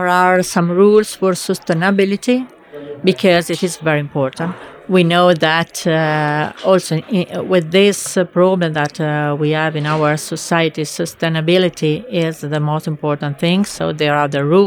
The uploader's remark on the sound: We lacked an ideal location. As a result, there is some background noise.